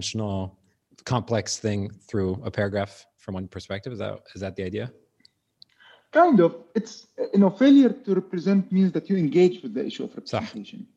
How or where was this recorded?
video call